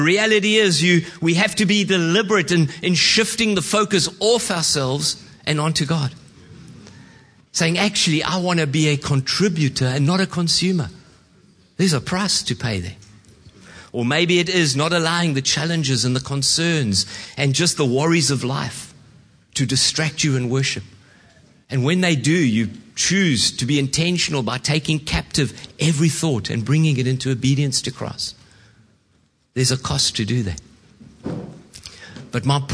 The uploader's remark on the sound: Preached at Horsham Downs on 11/06/2023